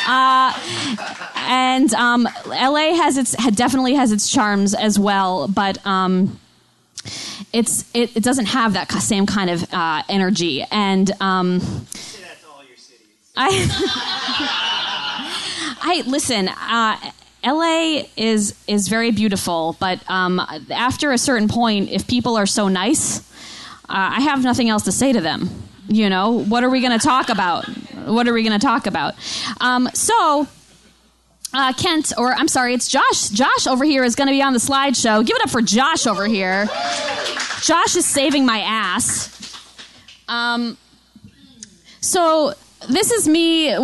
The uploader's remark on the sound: A live show. Musical accompaniment/performance. Recorded live at QED in Astoria, NY.